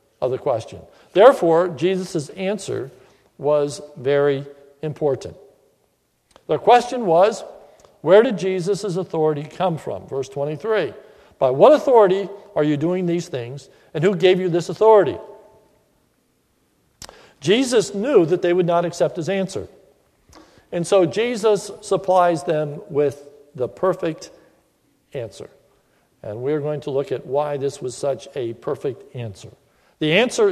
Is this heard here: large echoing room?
yes